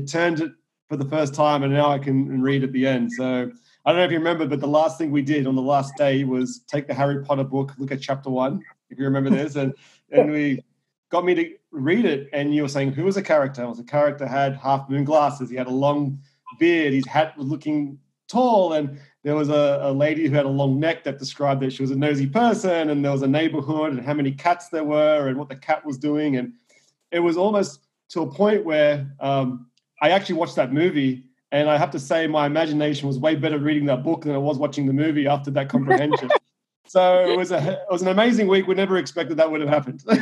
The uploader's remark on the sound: I was interviewing him via Zoom from his new home in California.